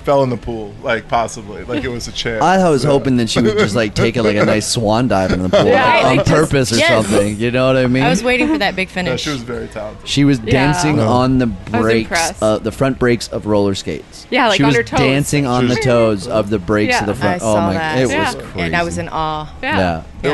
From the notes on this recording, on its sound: Live Interviews with Newbies during Young Swingers Week at Hedoni.